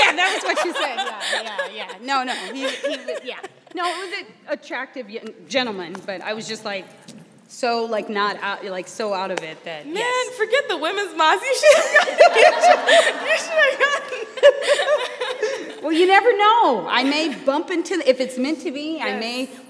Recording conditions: live audience